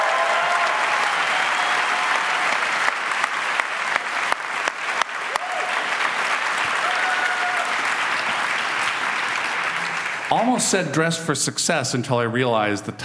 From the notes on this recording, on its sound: Our show took to the stage recently for a live event packed with laughter, insight, and music.